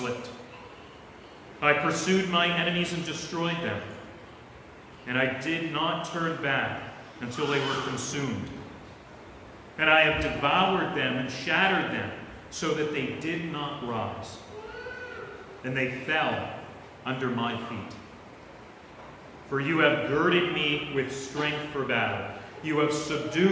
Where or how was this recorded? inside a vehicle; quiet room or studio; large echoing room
large echoing room